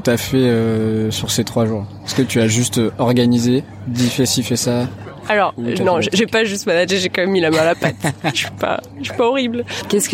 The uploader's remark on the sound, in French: J'ai profité de m'être incrusté quelques jours avant les festivités, pendant le montage, pour tendre mon micro à ceux qui font de ce festival un évènement à par entière